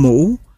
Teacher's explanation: Biến thể thứ hai do đi trước nguyên âm tròn môi U nên bị môi hóa.